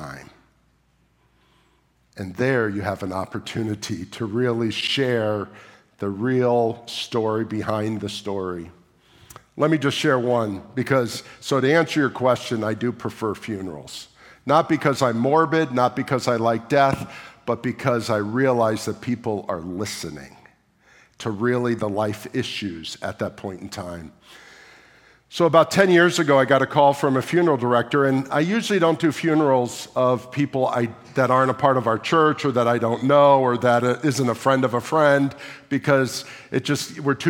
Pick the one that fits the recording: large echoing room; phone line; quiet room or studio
large echoing room